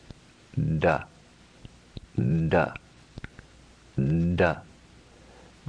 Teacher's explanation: The third letter is a soft variation of the first. If you take the hard letter, ta, and simply add resonance to it, we get the sound da